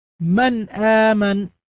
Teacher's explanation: نلاحظ أننا ننطق بالنون مظهرة لا نطيل فيها الغنة · Term: الإظهار الحلقي